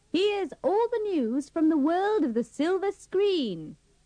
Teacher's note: Don't pronounce the R in silver, first, feature, color, and blockbuster.